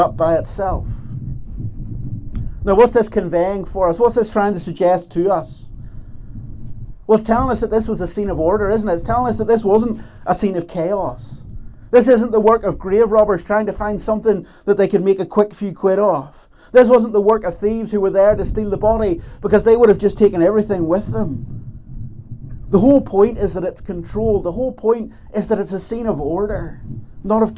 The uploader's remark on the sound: This is the recording of the Bible reading and talk from Ballymena Presbytery's Easter Dawn Service held at Slemish Car Park on Sunday 9th April 2023.